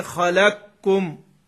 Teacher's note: هذه القاف تدغم في الكاف في رواية السوسي